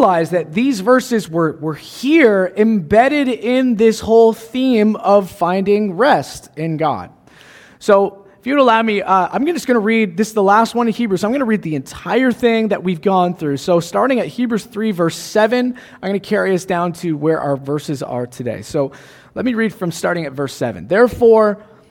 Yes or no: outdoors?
no